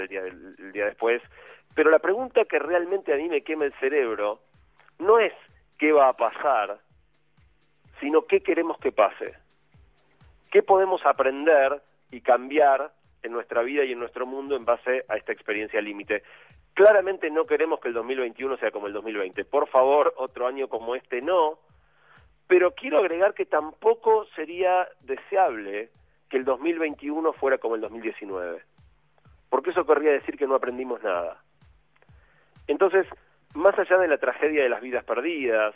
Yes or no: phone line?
yes